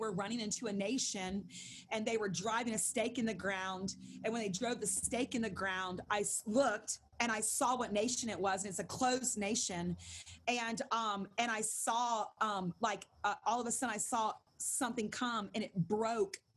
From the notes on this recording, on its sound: Held over zoom.